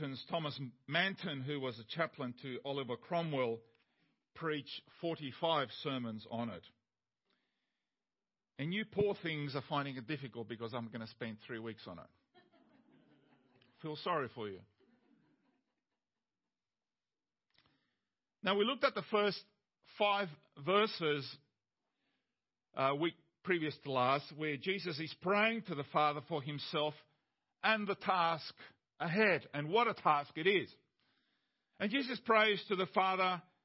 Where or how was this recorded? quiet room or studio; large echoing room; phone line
large echoing room